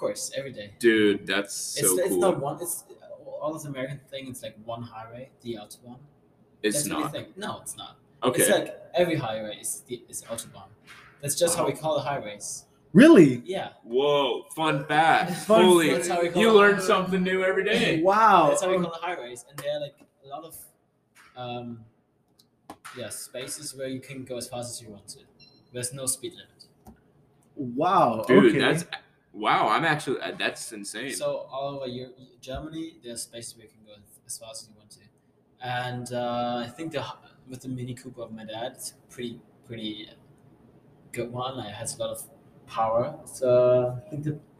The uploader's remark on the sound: Anchor Did Us Dirty! Technical Difficulties.